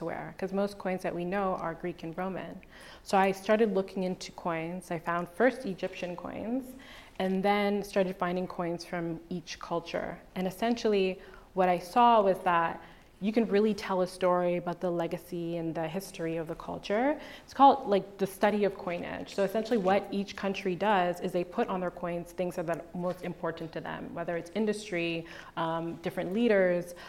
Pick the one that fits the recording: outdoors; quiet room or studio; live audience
live audience